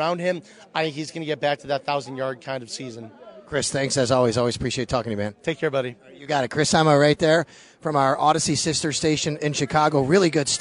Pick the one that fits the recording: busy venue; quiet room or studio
busy venue